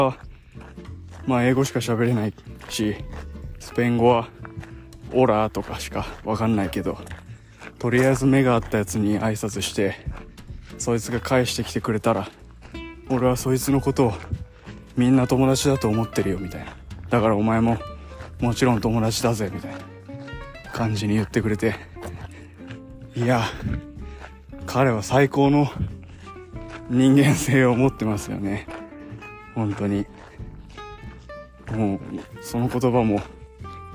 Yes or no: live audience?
no